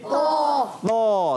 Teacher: होंठ गोल नहीं करने, और इसमें नाक में भी आवाज़ नहीं लेके जाना · जबान की नोक और दोनों दांतों के जड़ से अदा होता है। · Term: हुरुफे नितिया